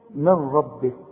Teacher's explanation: النون بتخش في الراء ادغام كامل بدون غنة